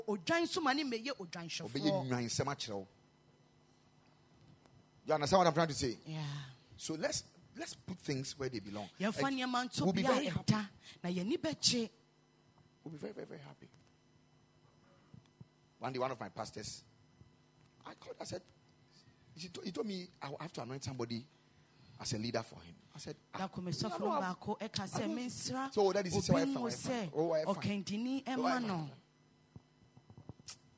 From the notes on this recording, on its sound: Preached at the Royal Service on Father’s Day 2022.